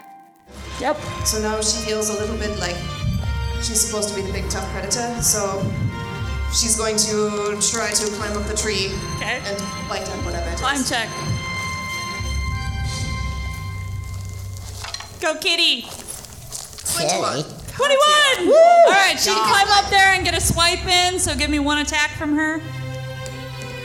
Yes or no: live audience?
yes